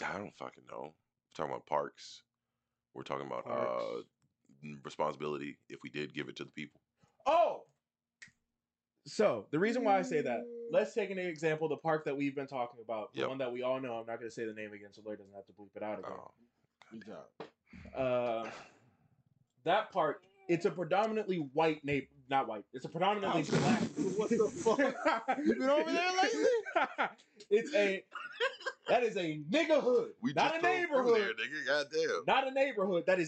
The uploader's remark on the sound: This Episode does have a slightly damaged audio file, so apologies in advance.